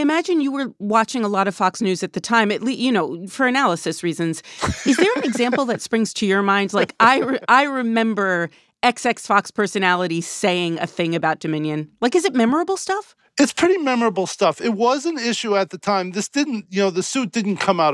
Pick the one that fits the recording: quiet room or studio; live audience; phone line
quiet room or studio